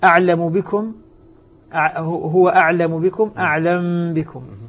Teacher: تسكن الميم ثم بعد ذلك تخفى فيها. أعلم بكم، هو أعلم بكم، أعلم بكم على إثر تحريك فتخفى. · Term: إخفاء